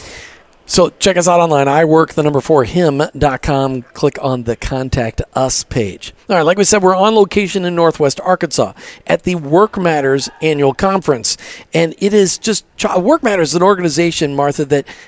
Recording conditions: busy venue